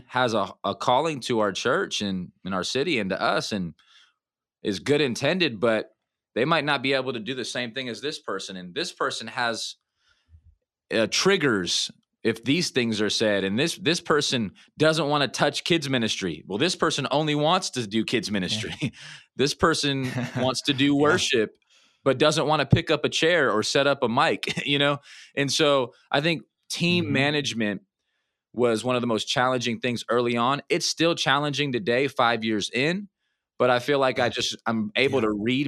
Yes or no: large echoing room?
no